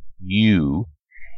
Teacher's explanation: The English long U sound, U, is actually a two-sound vowel with a Y consonant sound followed by a long double O sound, oo. Often words spelled as a long U are pronounced as a long double O, dropping the Y sound, y.